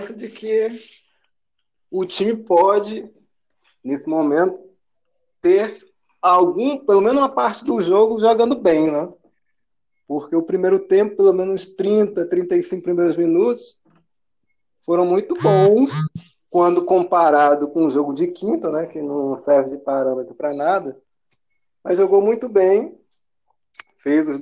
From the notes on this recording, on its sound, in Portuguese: Nem o podcast se livrou (uma parte do áudio sumiu, mas foi bem no início...).